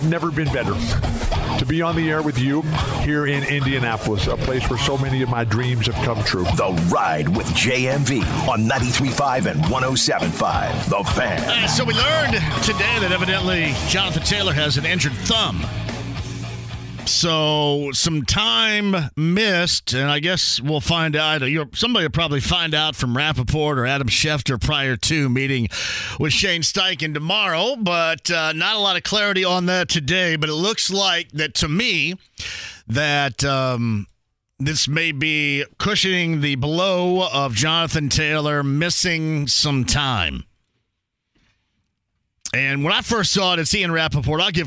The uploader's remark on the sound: opens the phone lines up and takes some calls from listeners